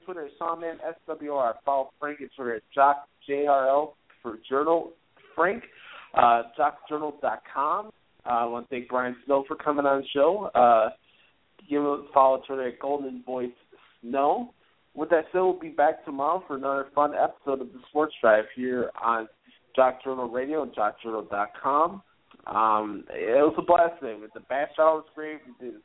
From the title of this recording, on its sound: Your Phone Calls